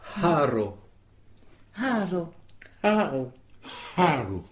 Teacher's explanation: le H est, en français, on dit un H aspiré. En fait, il faut expirer pour prononcer cette lettre.